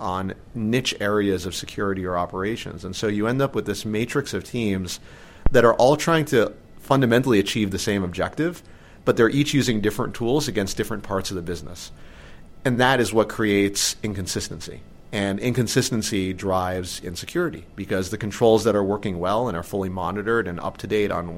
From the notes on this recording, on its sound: at their yearly conference, CONVERGE